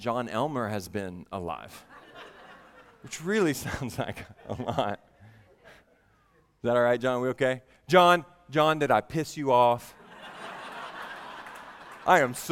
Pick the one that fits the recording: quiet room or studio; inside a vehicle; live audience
live audience